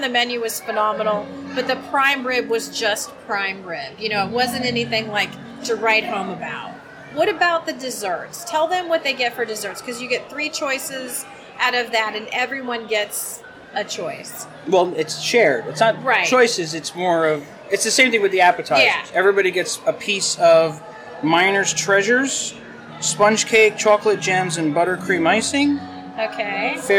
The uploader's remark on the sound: We record this show live from the Wilderness Lodge on opening night to bring you a review of the newest character dining experience at Walt Disney World!